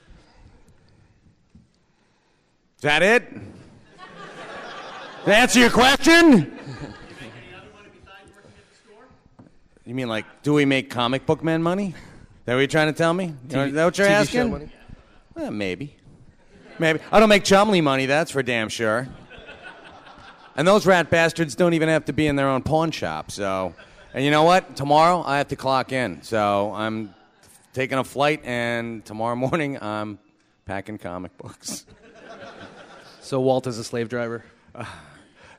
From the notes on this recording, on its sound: The Comic Book Men Megacon 2014 Panel.